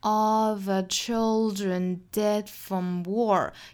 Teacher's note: the 是弱读的， children 这个词第二个音节是弱读的， from 也是弱读成 from